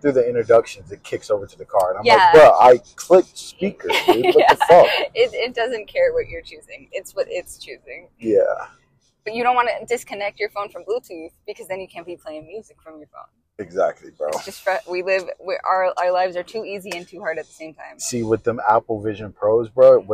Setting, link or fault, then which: fault, poor sound quality